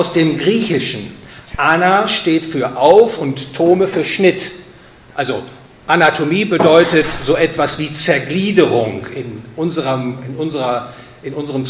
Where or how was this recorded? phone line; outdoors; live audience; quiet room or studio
live audience